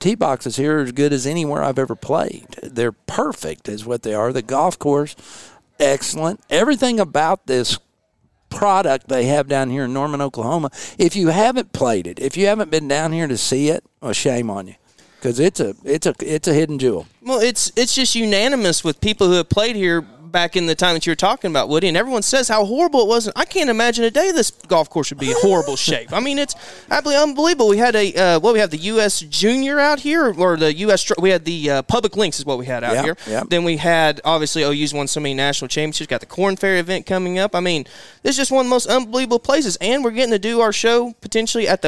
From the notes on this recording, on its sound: LIVE FROM JIMMIE AUSTIN!